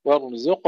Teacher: القاف مع تفخيمها وتفخيم الراء وبينهما الزاي مرققة